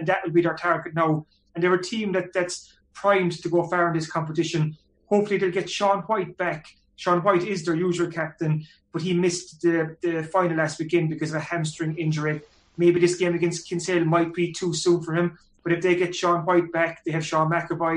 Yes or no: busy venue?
no